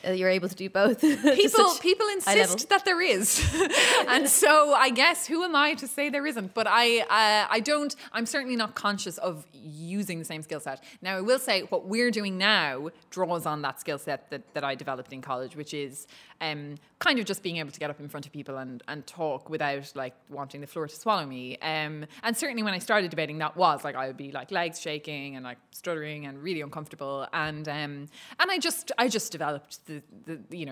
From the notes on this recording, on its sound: Recorded live at the Irish Writers Centre in Dublin.